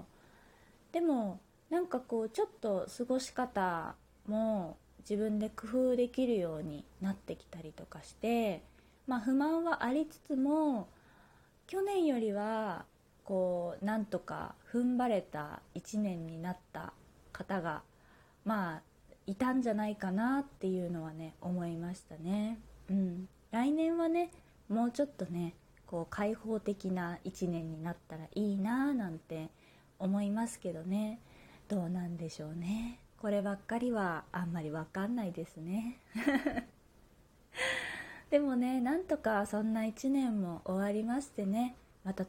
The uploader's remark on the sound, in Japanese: 自宅でスマホによる収録のため様々な騒音が収録されています、ご了承ください。キッチンのすみっこで。